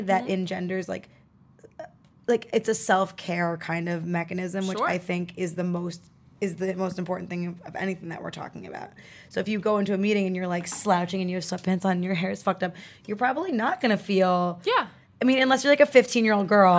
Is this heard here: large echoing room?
no